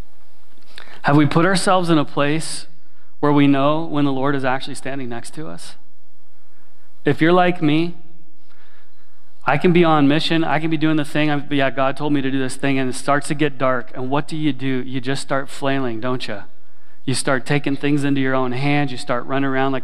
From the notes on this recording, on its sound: Sermon recorded at Willow Creek Baptist Church in Midhurst, Ontario.